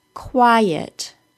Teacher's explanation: That second syllable of quiet is a schwa, so it doesn't get much sound, but it is there.